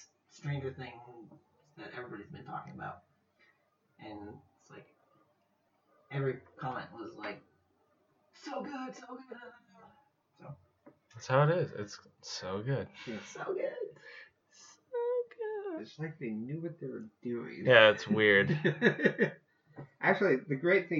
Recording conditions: poor microphone